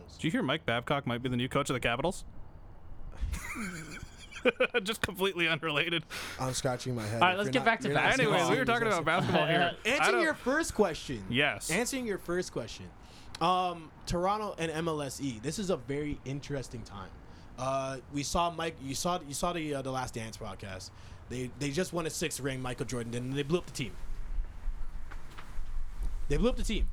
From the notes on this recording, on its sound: episode recorded outdoors